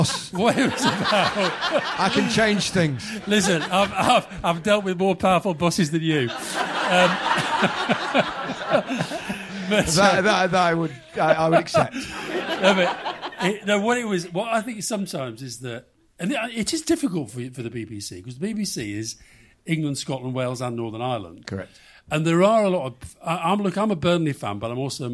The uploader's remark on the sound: Recorded at PodPod and Campaign’s Podcast Advertising Summit last week, this exclusive live recording